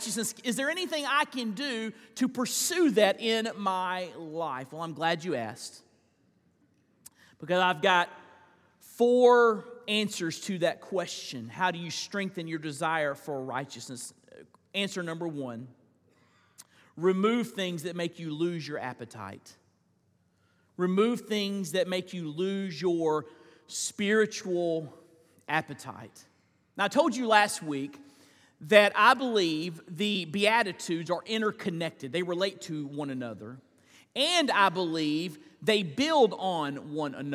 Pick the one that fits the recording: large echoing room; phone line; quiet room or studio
large echoing room